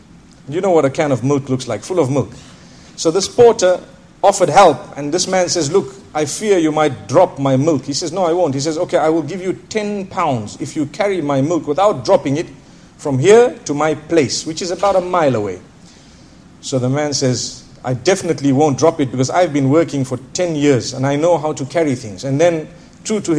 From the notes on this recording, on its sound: School Lecture at Bolton, Lancashire, UK